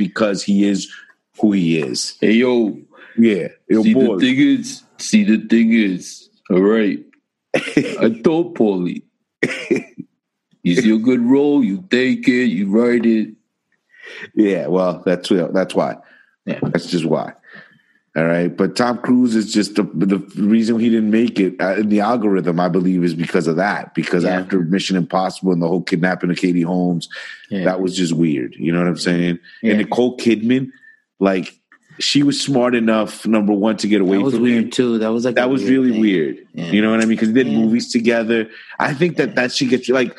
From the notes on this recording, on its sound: Somehow recorded through Zoom. The guys practice some social distancing even though they are “essential” workers.